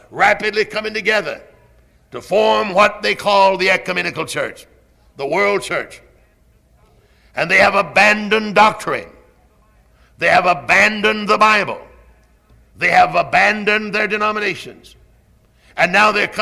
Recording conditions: large echoing room